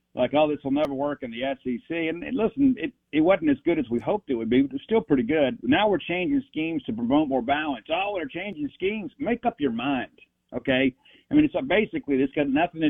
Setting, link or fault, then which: link, phone line